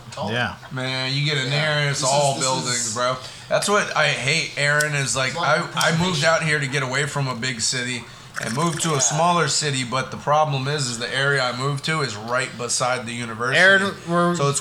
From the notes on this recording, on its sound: Sorry for the poor sound quality.